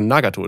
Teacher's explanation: Genau, es wäre im Japanischen Nagato, weil das ist also Nagato, da ist ja die Betonung dann vorne und nicht Nagato, alles so aufgeteilt irgendwie, sondern es ist ein Nagato.